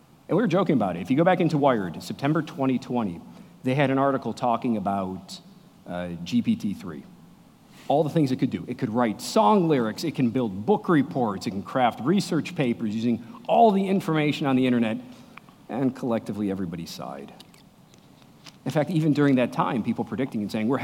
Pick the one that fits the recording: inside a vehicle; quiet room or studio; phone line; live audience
live audience